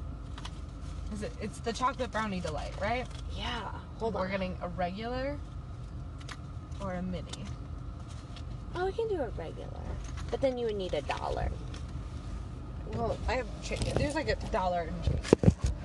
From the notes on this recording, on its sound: Car cast. While in the car going to get ice cream and french fries.